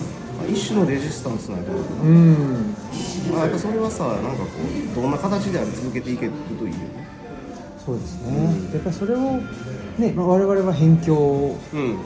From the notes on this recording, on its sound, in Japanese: 高崎駅前で二人で収録。